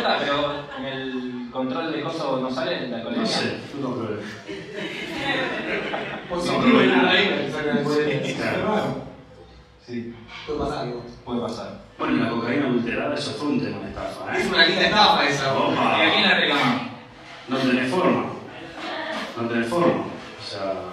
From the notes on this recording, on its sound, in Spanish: Función en vivo en Bernal. La hicimos en nuestro bar amigo de Ríe Bar de Bernal. Tuvimos un problema con la consola, por eso el audio no salió perfecto.